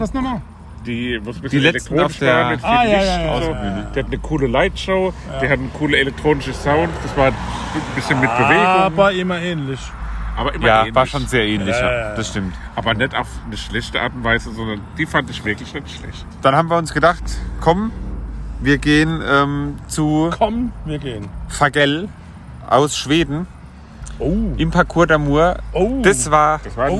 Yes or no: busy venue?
yes